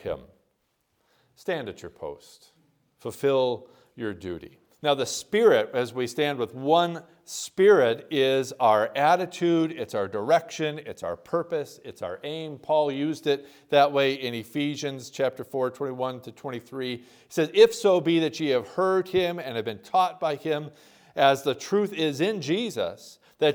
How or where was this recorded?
large echoing room